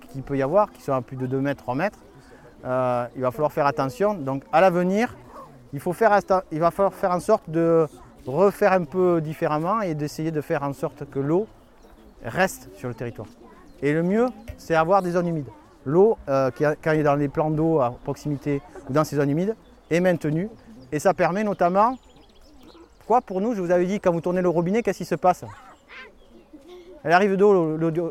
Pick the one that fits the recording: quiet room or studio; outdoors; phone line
outdoors